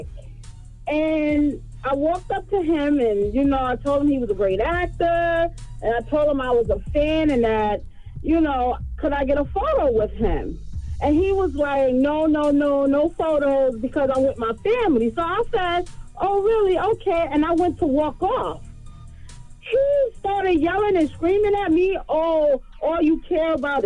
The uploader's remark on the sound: We opened up the phone lines. We also opened up the phone lines for listeners.